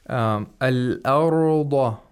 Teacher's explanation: He pronounced the Daud, you know, with istitala and with rakhawa. The way it should gentle, be. · Term: without shiddah